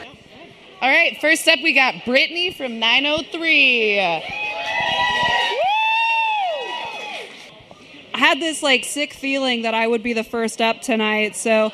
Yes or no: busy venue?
yes